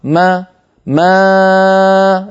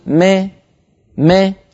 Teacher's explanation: لا، هذا صوت ألف مائلة، ألف في علم التجويد أو القراءات نقول ألف مقللة، ألف ممالة إمالة صغرى، اشترك فيها صوت الألف وصوت الياء في آن واحد · Shown in: second take